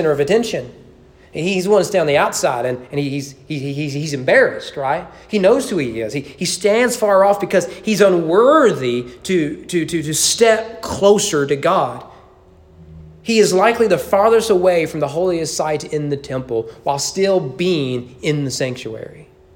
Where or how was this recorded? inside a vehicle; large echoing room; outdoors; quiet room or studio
large echoing room